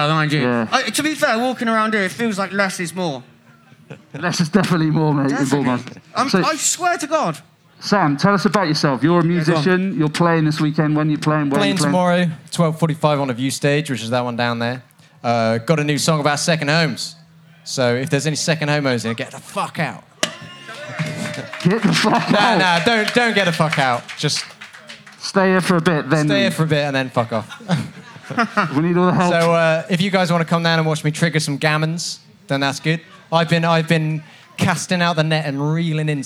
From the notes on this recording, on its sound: Recorded LIVE at Boardmasters on the Cornish Market Stage. We’re joined by some PARDS from the crowd.